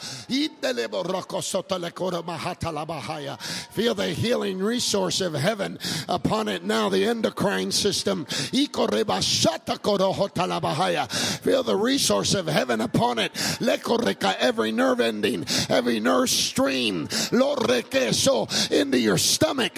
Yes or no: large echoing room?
yes